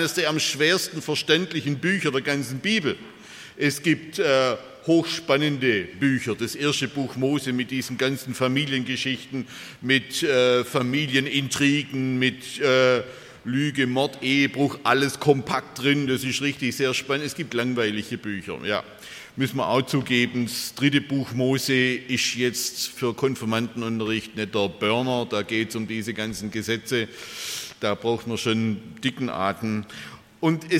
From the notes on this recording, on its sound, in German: bei einer Veranstaltung der Liebenzeller Mission